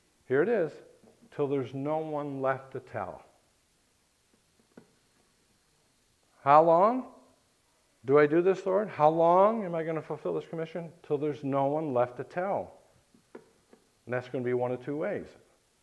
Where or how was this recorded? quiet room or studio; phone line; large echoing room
large echoing room